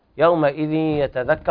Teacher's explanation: إدغام بغنة ناقص لوقوع الياء بعد التنوين